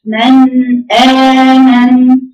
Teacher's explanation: وبعدين بعد كده قلنا او غين وقاء، وكل ده لازم تظهر عندي صوت النون، ما يبقاش مثلا ايه من امن كده تحليها بسرعه كده، ادي الصفه والمخرج، من امن صفه ومخرج، من امن، وبعد ما تجيب المخرج بتاع النون هات المخرج الهمزه الذي وراه، افصلي بين الاثنين